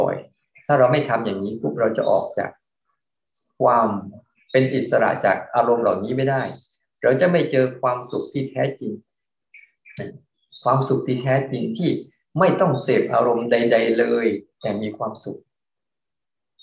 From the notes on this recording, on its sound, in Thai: เป็น 1 ใน 3 คอร์สออนไลน์ (ผ่านโปรแกรม Zoom)